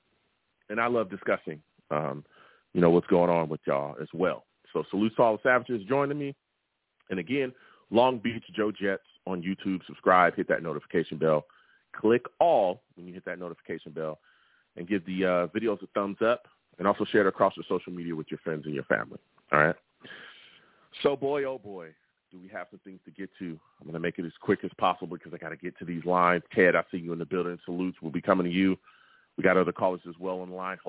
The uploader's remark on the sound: I take live callers!